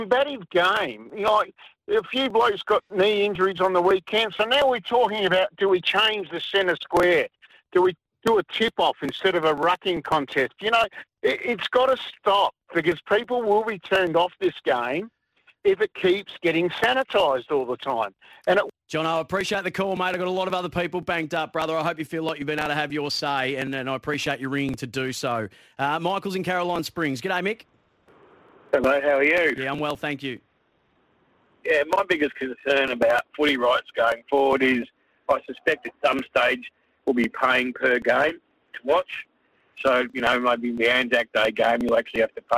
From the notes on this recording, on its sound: takes calls and texts